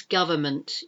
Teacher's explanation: You don't pronounce the middle N. · Term: silent N